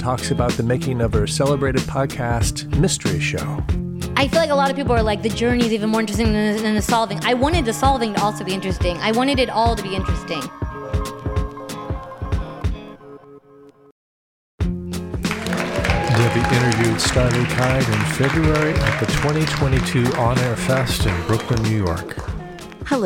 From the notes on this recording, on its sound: joins LIVE at the 2022 On Air Fest